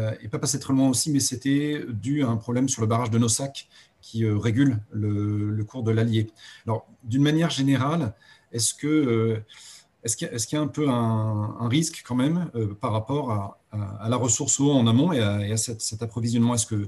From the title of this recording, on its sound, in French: 29 janvier 2021 en visio